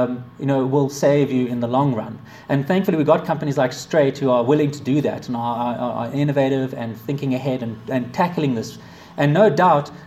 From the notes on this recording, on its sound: A talk delivered to the Association of Corporate Treasurers of South Africa in Johannesburg, South Africa, February 2017